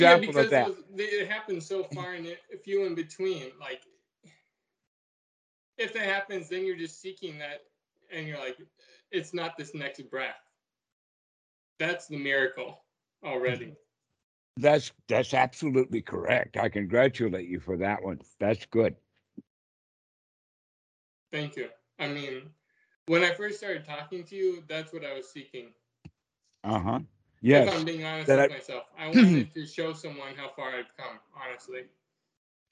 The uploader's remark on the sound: skype calls